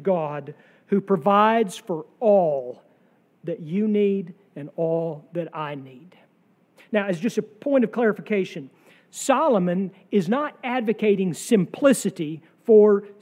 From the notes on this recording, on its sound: sermon from our worship service on July 9, 2023